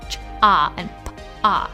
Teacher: ejective phonemes, voiceless consonants produced with a contracted glottis like ch-ah and p-ah, similar to those found in real-world languages like Mayan and Chechen.